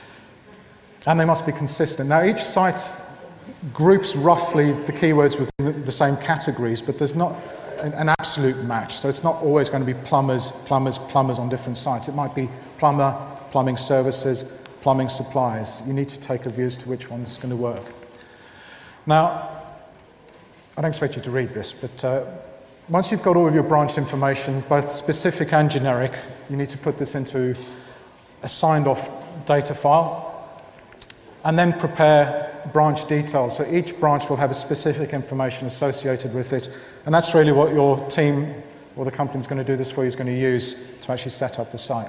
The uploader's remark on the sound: This week’s internet marketing podcast shares a talk from the BrightonSEO conference which took place in April.